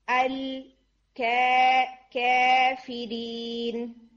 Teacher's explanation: अल कैफिरीन, अब ये जो आप कै करके साउंड दे रहे हैं, इट्स 25% या एंड 75% अलिफ, दैट्स तकलील